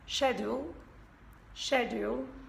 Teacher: En British, empieza, pues como acaba la palabra British, con sh, ese sh, como shower. Sh, sh, y después, la U es larga, de U larga, y la dark L, que está que tienes que retorcer un poquitín la lengua para atrás